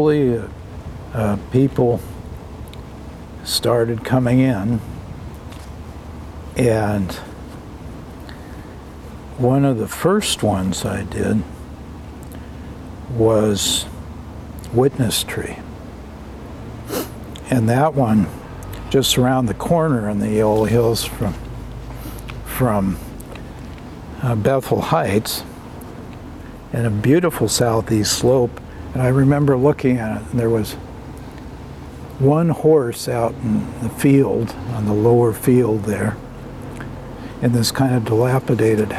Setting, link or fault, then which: setting, outdoors